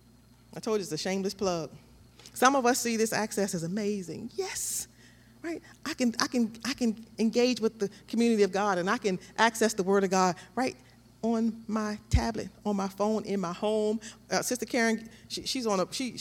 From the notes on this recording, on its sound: This JAT was recorded live on January 23rd, 2022 at Newark United Pentecostal Church.